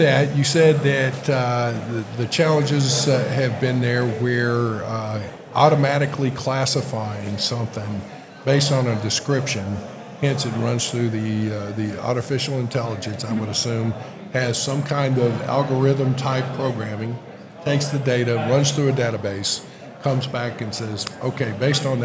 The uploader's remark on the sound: This week's episode is a recap of the 2023 ICPA Conference that took place in Orlando Florida. Enjoy clips and excerpts of the many different conversations we had at the conference.